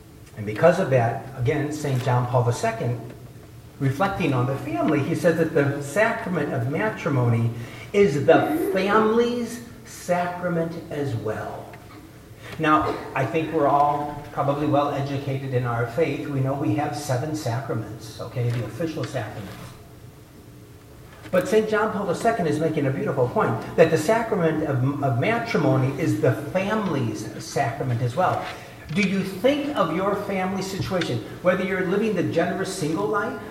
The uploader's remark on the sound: delivered the keynote address at the Eighth Annual Legatus Gospel of Life Prayer Breakfast